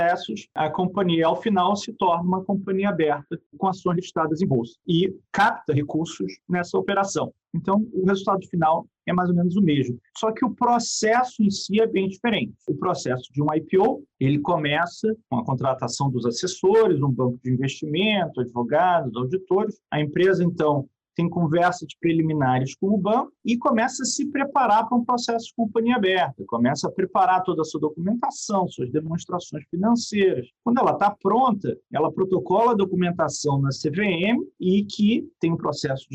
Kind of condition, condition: link, video call